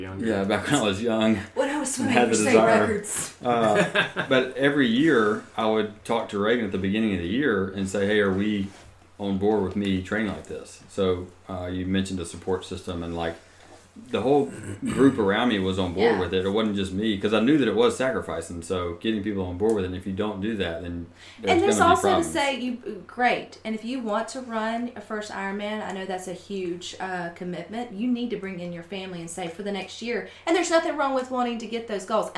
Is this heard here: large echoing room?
no